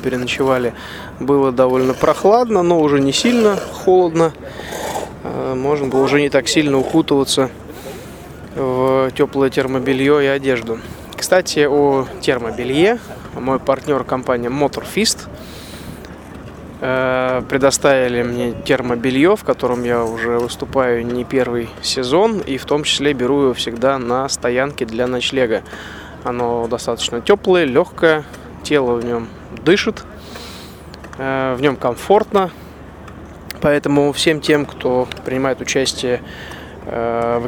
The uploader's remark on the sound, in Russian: Выпуск записан во время дня отдыха в Марокко на бивуаке около города Дахла.